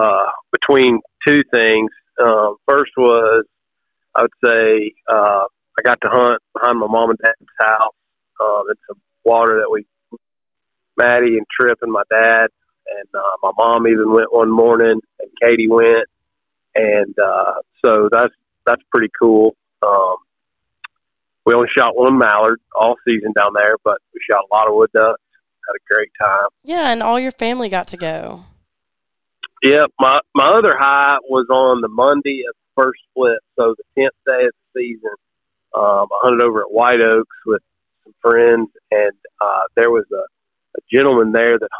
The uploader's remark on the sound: I jumped on the phone with a lot of people